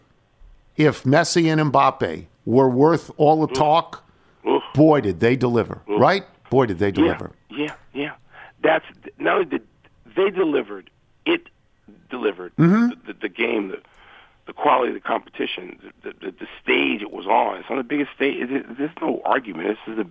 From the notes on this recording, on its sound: calls in to talk about all of those things